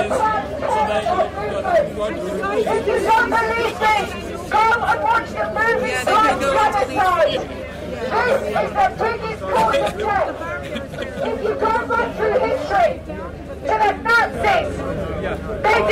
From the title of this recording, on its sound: Live From Trafalgar Square, London: Unite For Freedom Mass Protest & March